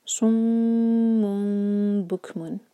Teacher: आगे है सुम्मुन बुकमुन, सौद को मीम से जब जोड़ेंगे, मीम को होल्ड करेंगे दो सेकेंड्स, मीम पर गुन्ना और उसके बाद इकलाब हो रहा है, ये था वर्ड सुम्मुन।